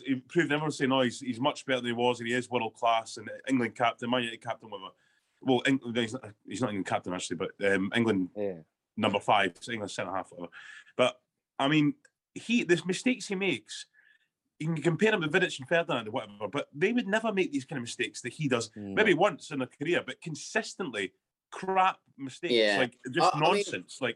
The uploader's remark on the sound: Welcome - this weeks podcast is over zoom as we didn't have a chance to get to the pub!